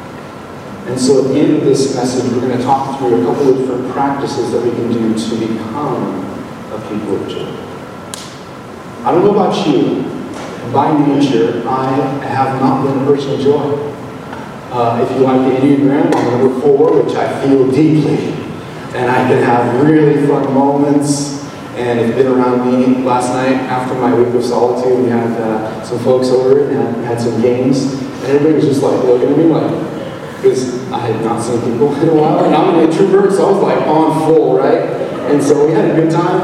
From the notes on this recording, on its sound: This video message was recorded on December 17, 2023, at Union Ridge School in Ridgefield, Wa.